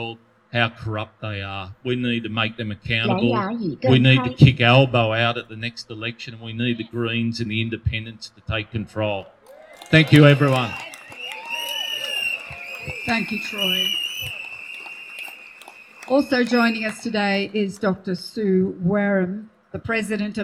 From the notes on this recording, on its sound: Hundreds rallied outside the ACT supreme court on November 13. This is the audio of most of the speeches at that rally.